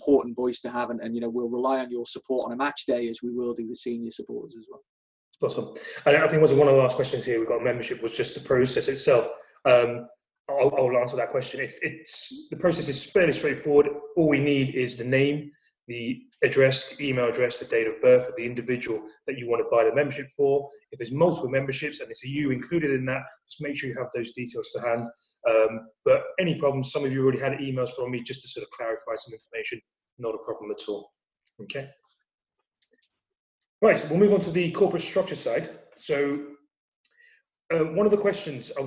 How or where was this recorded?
video call